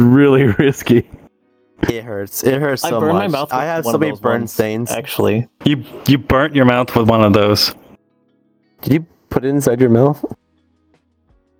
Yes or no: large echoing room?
no